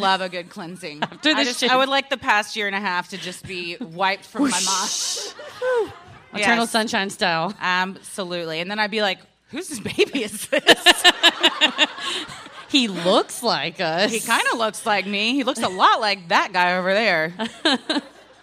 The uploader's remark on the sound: Recorded Live at Helium Comedy Club - Portland.